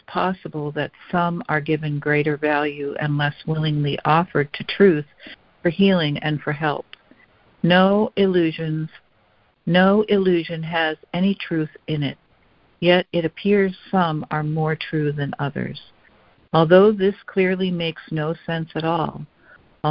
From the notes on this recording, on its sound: ACIM Daily Conference Call